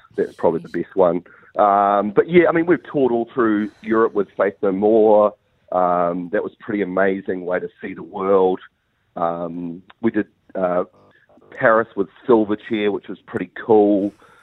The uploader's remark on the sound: Today we were joined on the phone